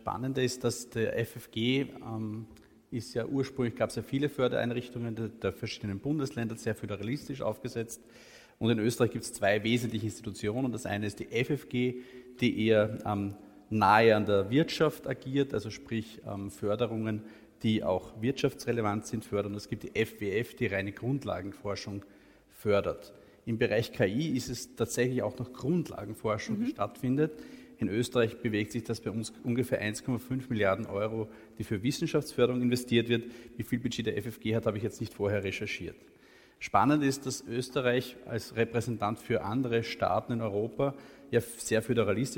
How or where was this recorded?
live audience